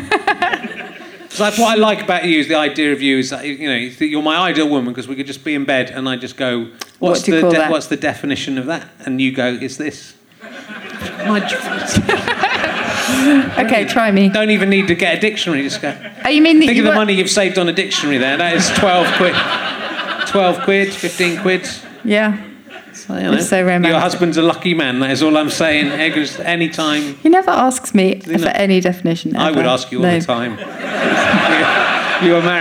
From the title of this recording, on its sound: Leicester Square Theatre Podcast